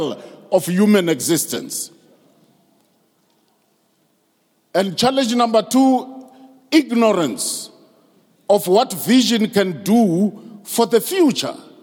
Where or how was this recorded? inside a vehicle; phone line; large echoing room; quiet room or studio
large echoing room